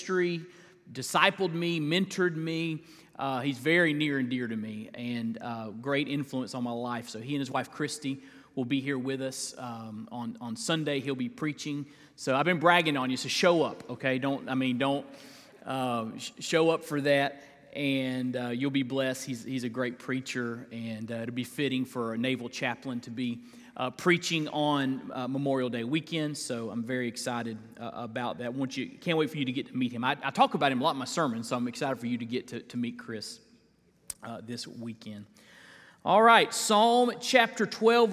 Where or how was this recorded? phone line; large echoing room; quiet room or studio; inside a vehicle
large echoing room